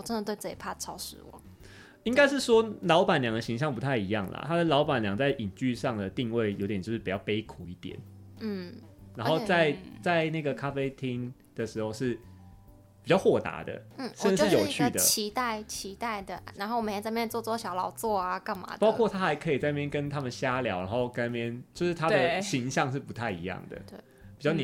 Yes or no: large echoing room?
no